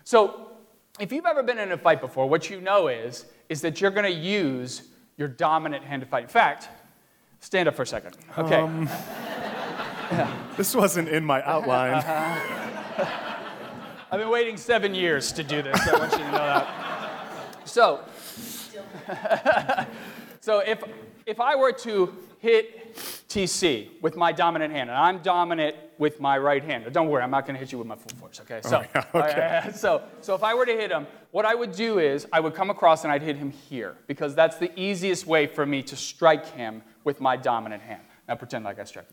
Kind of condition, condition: setting, large echoing room